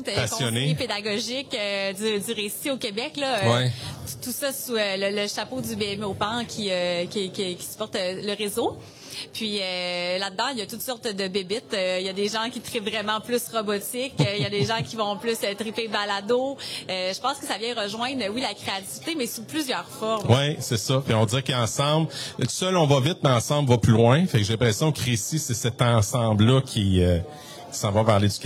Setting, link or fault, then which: setting, busy venue